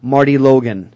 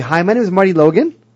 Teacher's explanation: It's downward inflection, not upward inflection. · Shown in: first take